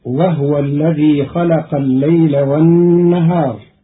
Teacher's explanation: قرأ قالون كلمة وهو بإسكان الهاء، فتصير وهو الذي خلق الليل والنهار، والضم والإسكان في لغة العرب.